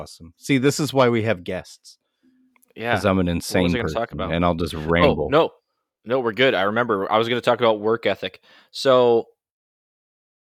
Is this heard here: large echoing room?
no